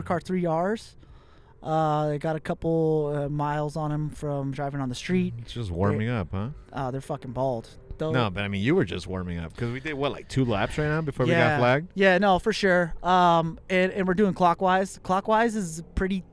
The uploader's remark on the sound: Coming to you live from the track side.